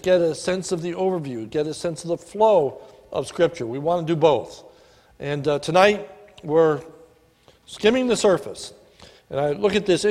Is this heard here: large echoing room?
yes